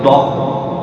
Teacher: علماء الأصوات في العصر الحاضر قالوا أن الضاد المنتشرة الآن لا تشبه ما ذكره الأوائل، لأن الضاد حرف رخو والرخاوة أي جريان الصوت، قل يبقى الصوت يجري، لكن إذا قلت ض الصوت لا يجري، صار صوتا انفجاريا أي شديدا